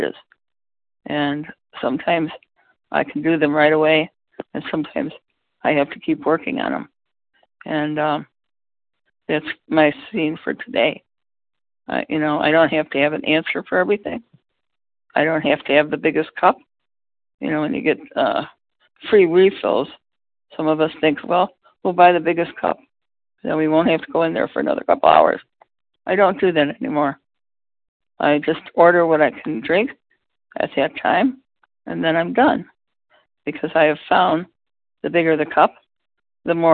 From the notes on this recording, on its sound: the 100 Pounders Phone Meeting on 11/10/20